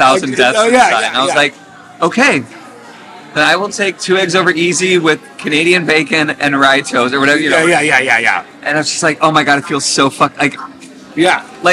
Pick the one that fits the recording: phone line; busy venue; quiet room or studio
busy venue